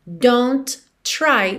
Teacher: Don't try, você junta num T só